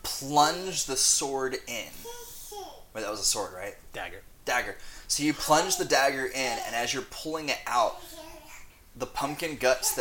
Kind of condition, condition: fault, sounds in the background